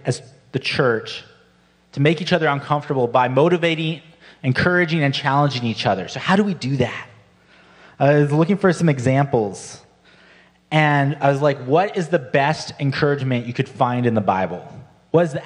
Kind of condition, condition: setting, large echoing room